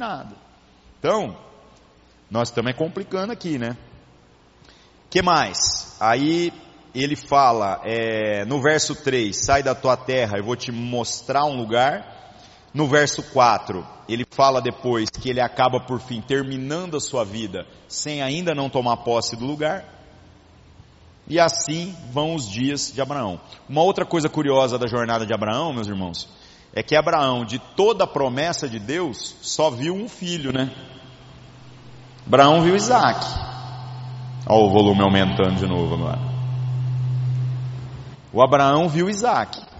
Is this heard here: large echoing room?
yes